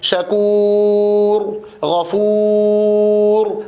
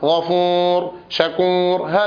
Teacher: يقرأ الواو من مخرجها الطبيعي الذي هو مخرج الجوف · Shown in: first take · يقولون. إذا أردت أن تنطقها بشكل صحيح أمسك الخيشوم، أمسك الأنف وأنت تنطق الواو المادية، شكور، غفور، هكذا، لكن لا تقول غفور، شكور، هذا من الخطأ الشائع، وبالأخص في نطق حرف الايه، في نطق حرف الواو.